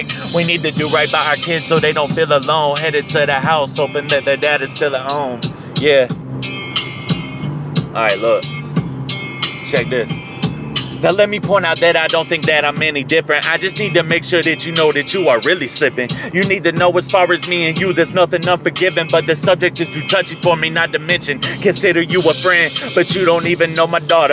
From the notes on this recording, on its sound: Best friend in the car freestyle. Fuckin around in my car on I 16.